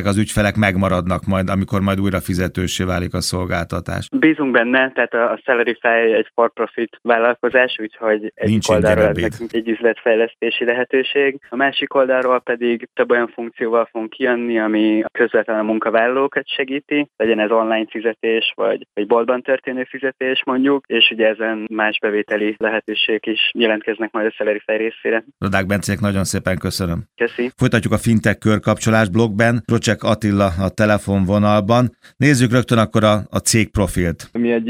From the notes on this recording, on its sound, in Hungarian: telefonvendégei